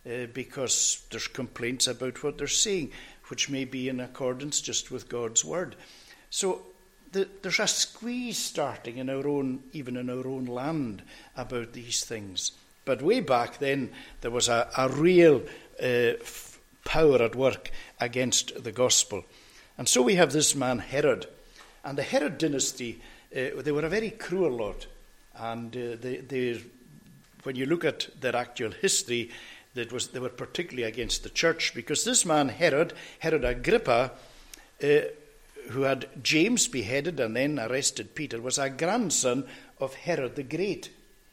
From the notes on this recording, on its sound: recorded at North Harris Free Church on the morning of Sunday 23rd October 2022